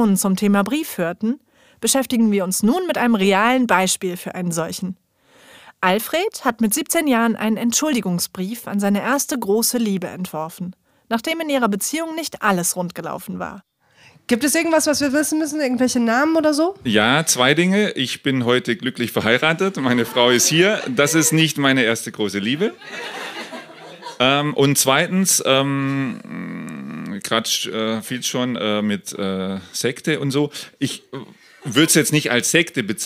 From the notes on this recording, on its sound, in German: Ausschnitte aus der Veranstaltung vom 09.03.2018 in der Hafenschänke Subrosa, Dortmund. Heißen Dank an das Subrosa, unser tolles Publikum.